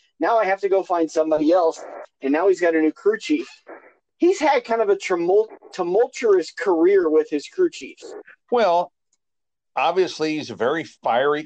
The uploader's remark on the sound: sorry for the terrible audio